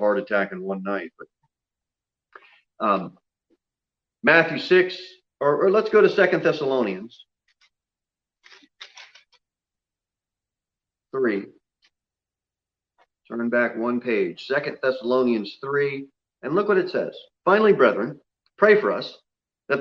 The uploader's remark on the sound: Sermon delivered at Pilgrim Baptist Church on Thursday, November 5, 2020, at 6:00 pm.